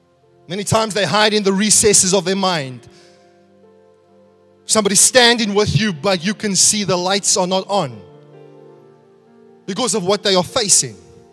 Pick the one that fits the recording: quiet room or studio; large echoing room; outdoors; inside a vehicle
large echoing room